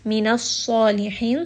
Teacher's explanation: sad here is going to be heavy and this is a two count med. The med will also be heavy because of the heavy sad.